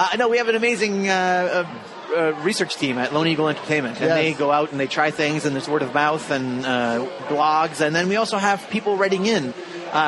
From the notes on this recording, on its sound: broadcasts live from the 25th anniversary of Toronto Taste